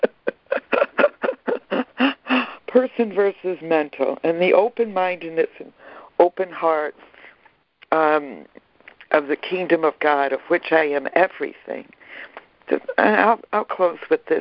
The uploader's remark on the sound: ACIM Daily Conference Call.